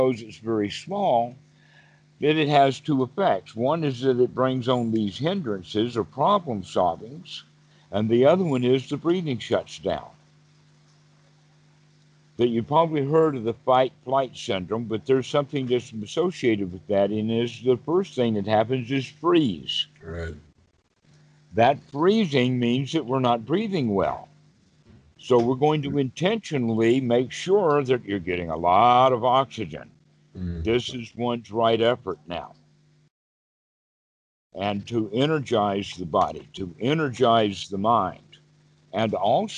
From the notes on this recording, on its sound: skype calls on this channel